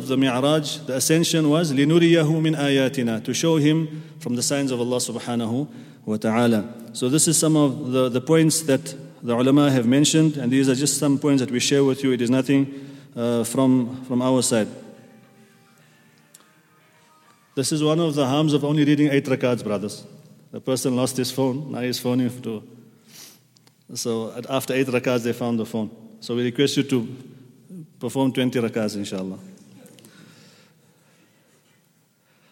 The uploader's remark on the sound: At the Houghton Masjid (West Street).